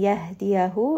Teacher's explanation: ha is going to be from the chest. Give it proper hams because it does have a sukun.